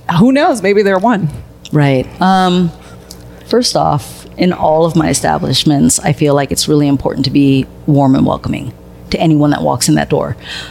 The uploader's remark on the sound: Are on location at Mother Bar located in the historic Mission District of San Francisco.